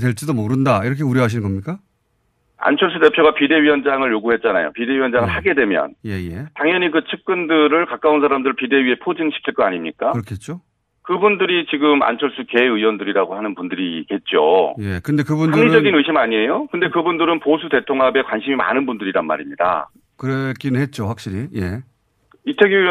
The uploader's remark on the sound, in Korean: 전화연결